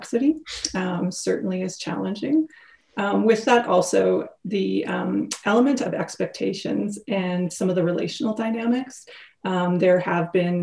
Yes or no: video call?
yes